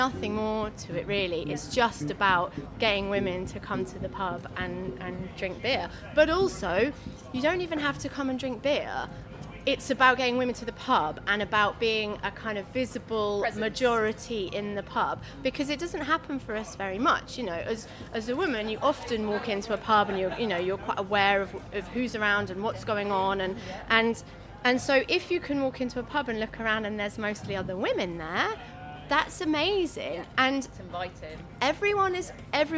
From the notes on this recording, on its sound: While at Bristol Craft Beer Festival